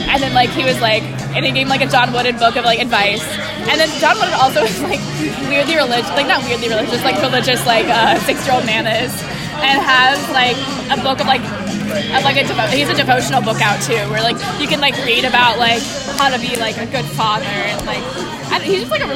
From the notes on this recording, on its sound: Recorded during trivia night at The Stacked Pickle.